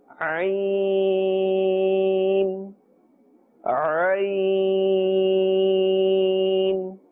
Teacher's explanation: Ayn is part of the Halqiyya letters and is pronounced from the center of the throat